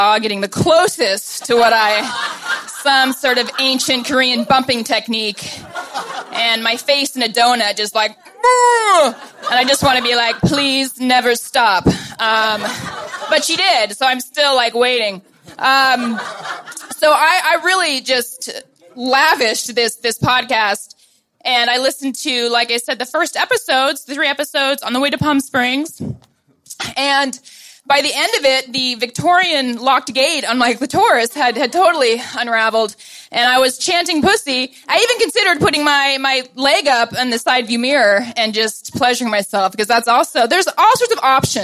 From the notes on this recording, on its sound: Party in LA. Clit Talk's live event, celebrating the show's global launch, brought 150 people together.